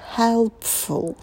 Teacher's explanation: На «п» добавляем придыхание.